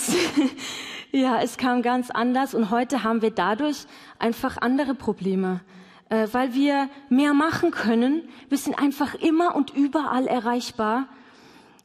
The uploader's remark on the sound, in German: LIVE im Missionswerk Karlsruhe